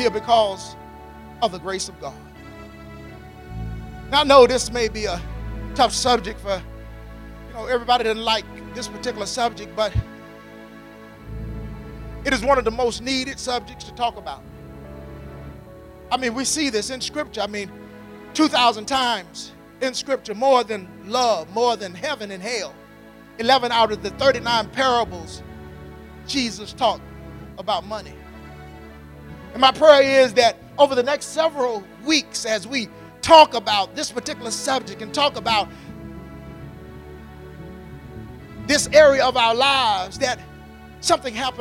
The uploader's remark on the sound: at Faith City Church in Clayton NC on Sunday, January 19, 2020.